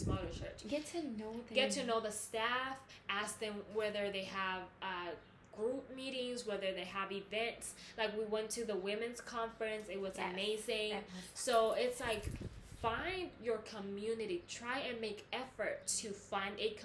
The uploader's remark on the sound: We had some background noise and technical difficulties so forgive us for that.